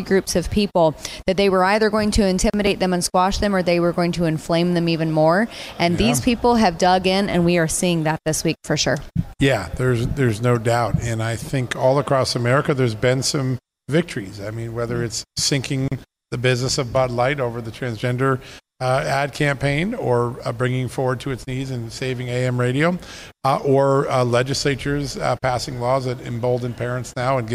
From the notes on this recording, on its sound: Live from NRB. Live from the National Religious Broadcasters Convention in Orlando, Florida.